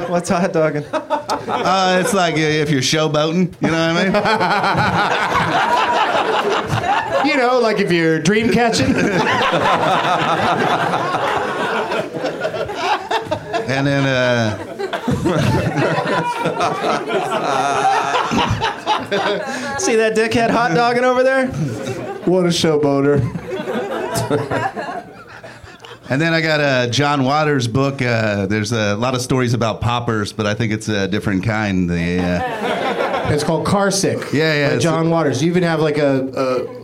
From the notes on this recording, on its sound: Live from the UCB Franklin in L.